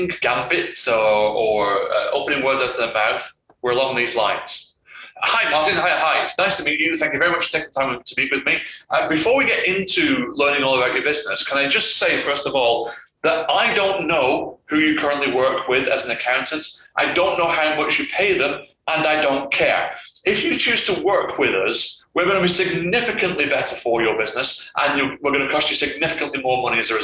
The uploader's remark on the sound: APOLOGIES FOR THE AUDIO QUALITY ON THIS EPISODE